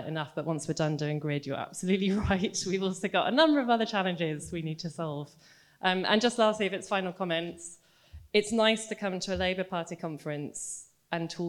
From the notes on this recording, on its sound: This event was part of the IfG's Labour Party Conference 2023 fringe programme.